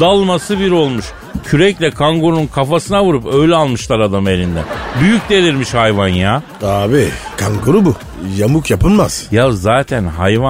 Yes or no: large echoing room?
no